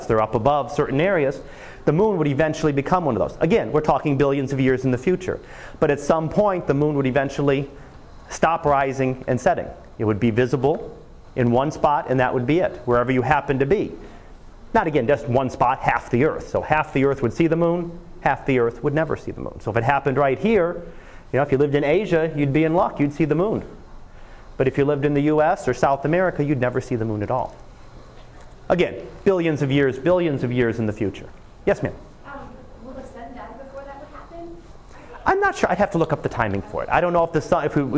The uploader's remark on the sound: Live Class Lecture.